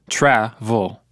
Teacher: Two syllables, and the first one has the stress · Term: main stress